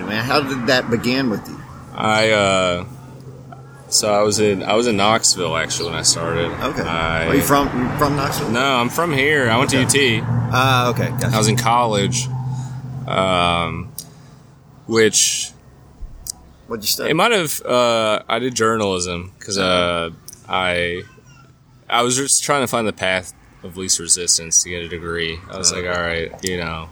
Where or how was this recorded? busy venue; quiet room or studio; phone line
busy venue